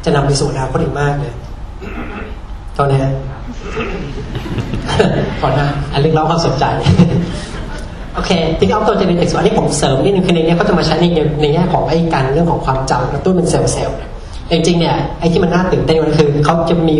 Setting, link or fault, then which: setting, live audience